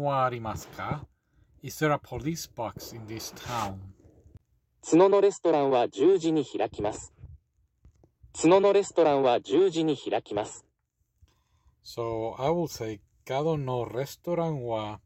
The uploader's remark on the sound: I am sorry for the bad audio, this is a video/ podcast.